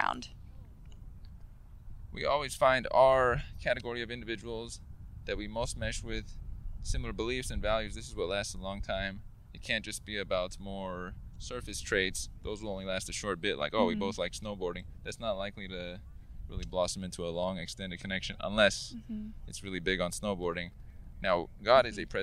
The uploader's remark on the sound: We have a discussion live with the backdrop of the beach sands in place. We spoke here on Playa Del Rey Beach.